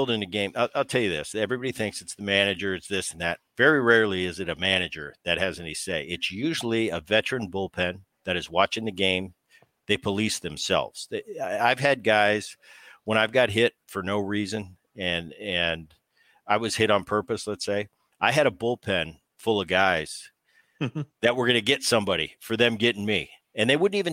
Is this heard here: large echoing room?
no